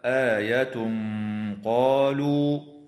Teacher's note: ويخفى التنوين عند القاف مع الغنة مفخمة في قوله تعالى آية قالوا، وتضغم النون الساكنة في النون مع